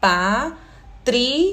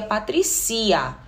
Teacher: Esse I e A, eles formam uma sílaba só · Shown in: first take · senão seria patricia.